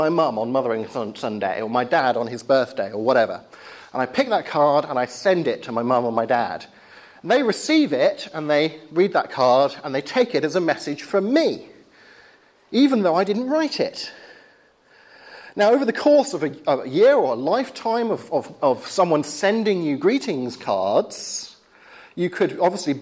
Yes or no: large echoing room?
yes